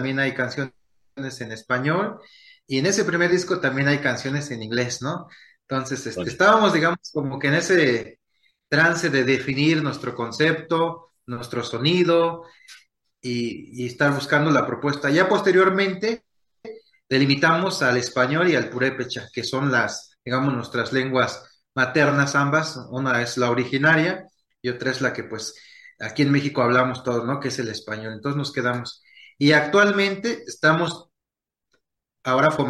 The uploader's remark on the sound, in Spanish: Charlamos via zoom.